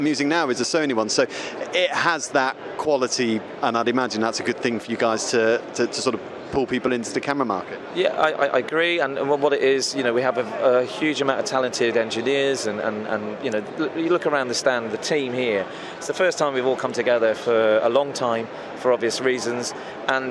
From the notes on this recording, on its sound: Live at The Photography Show & Video Show. The much anticipated Photography Show and Video Show at the NEC in Birmingham, UK. We had access to chat to some of the exhibitors.